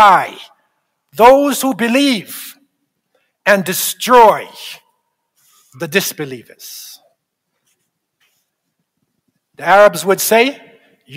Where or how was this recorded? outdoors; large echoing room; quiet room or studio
large echoing room